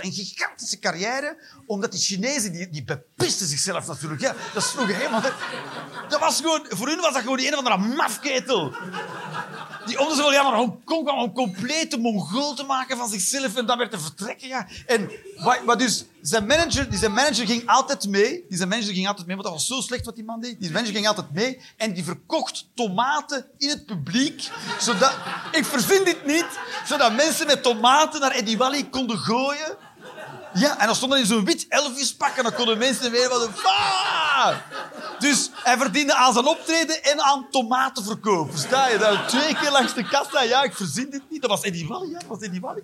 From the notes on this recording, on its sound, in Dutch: Live 1 Oktober 2023, Toomler, Amsterdam.